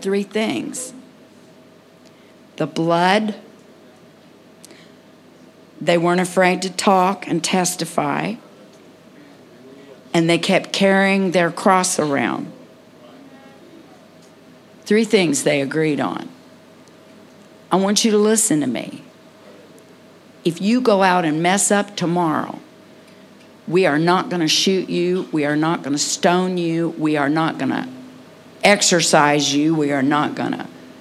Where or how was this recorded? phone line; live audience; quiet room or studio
live audience